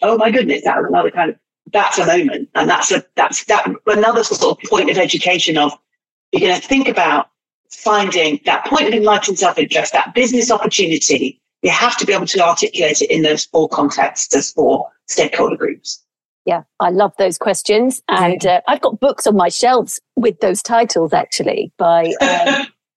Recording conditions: video call